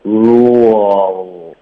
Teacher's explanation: 你有没有听到这个 rule 后面有一点 o 的音？是因为嘴唇放松了